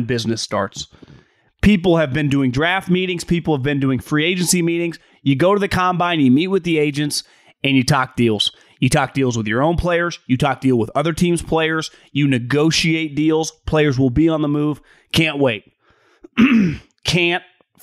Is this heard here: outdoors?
no